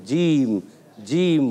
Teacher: جیم وسط زبان وسط تالو سے زبان کے درمیان والے حصے سے اور جیم اور تالو کے